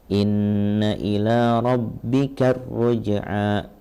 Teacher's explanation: Alif lam samsiahnya harus jelas. Kemudian nunnya ya, tadi gunnahnya jangan sampai hilang.